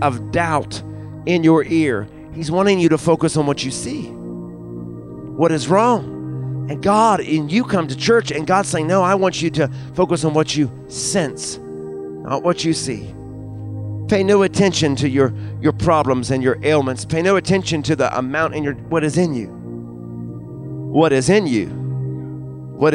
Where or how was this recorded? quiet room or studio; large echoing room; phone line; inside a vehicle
large echoing room